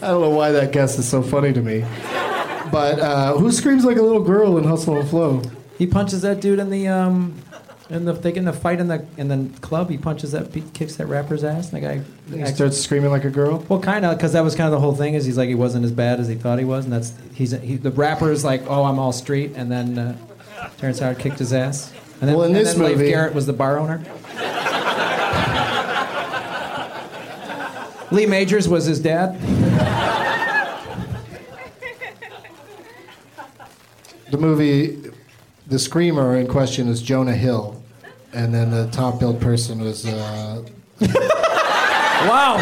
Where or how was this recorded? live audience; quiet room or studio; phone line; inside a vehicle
live audience